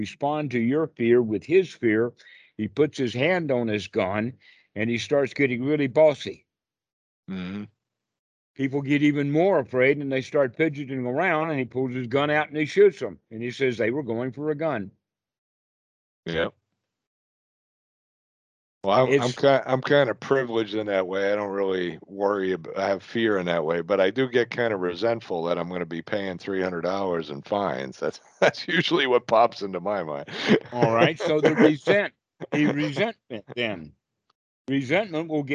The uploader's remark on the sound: skype calls on this channel